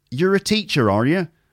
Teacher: It's not a million miles away from an American accent because they have that sort of rounded R sound